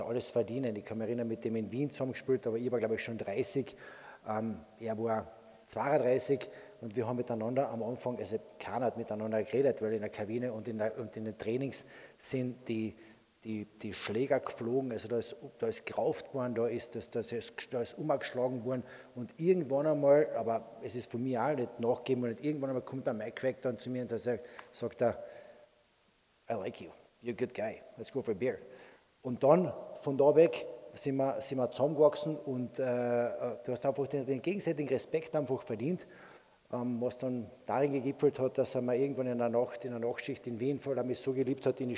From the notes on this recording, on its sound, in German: Aufgenommen beim Kleine Zeitung Podcast Festival in Klagenfurt